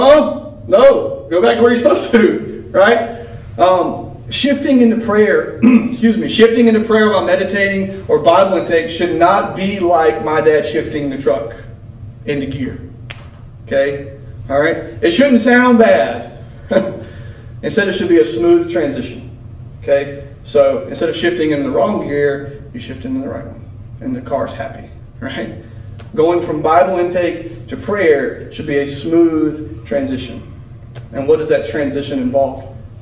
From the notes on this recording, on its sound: This is a recording of the lesson for the youth at Wellford Church.